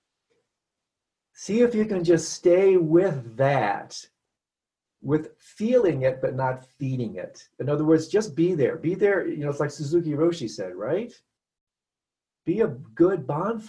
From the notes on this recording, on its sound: Virtual Weekly Hangout.